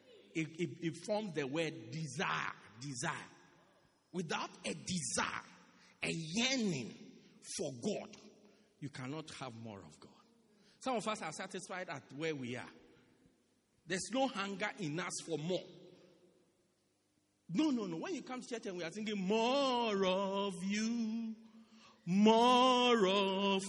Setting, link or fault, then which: setting, large echoing room